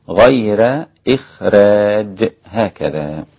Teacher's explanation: غير إخراج الراءات رققها الإمام ورش عن نافع